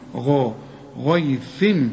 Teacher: ما دام الغين مفتوحة تبقى مفخمة